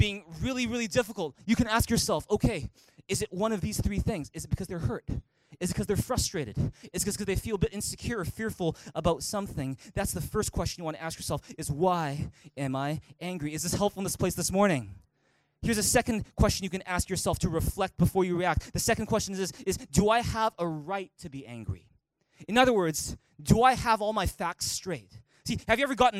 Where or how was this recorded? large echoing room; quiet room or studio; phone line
large echoing room